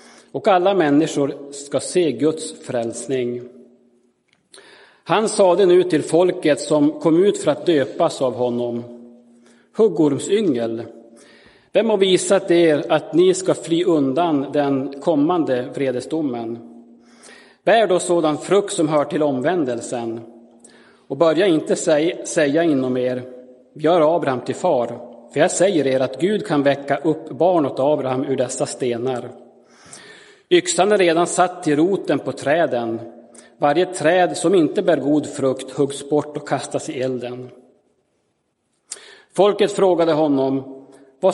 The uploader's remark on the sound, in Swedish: Inspelad i Roseniuskyrkan den 11 december 2022.